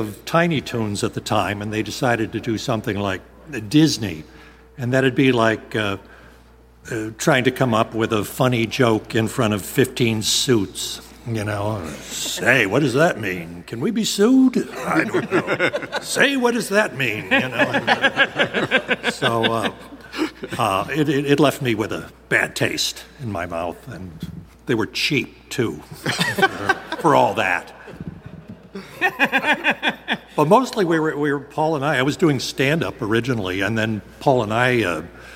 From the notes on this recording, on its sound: Panel audio from WonderCon 2023. Members of the audience ask some burning questions and the panelists provide some hilarious answers.